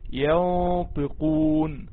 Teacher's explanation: خلي بالك برضك من تفخيم الغنة مع حرف الطاء